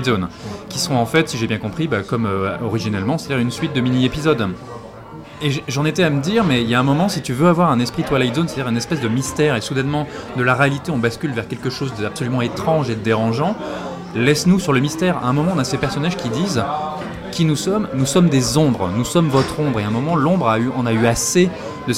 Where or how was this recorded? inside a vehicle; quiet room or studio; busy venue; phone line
busy venue